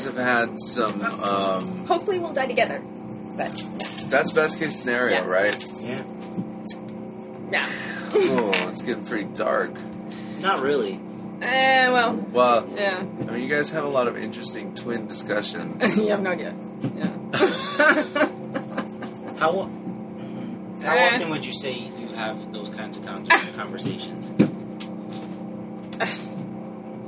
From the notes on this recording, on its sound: Please excuse the noisy audio, as this episode was recorded in an RV with the A/C on during EDC 2021.